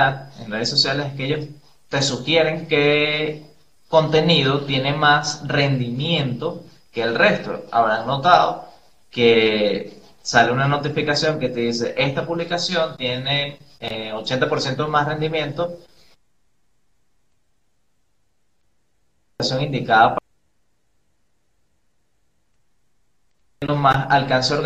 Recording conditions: video call